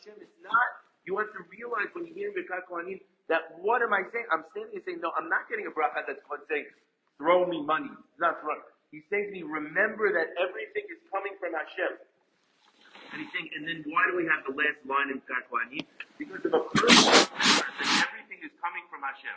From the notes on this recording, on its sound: Apologies as the recording goes in and out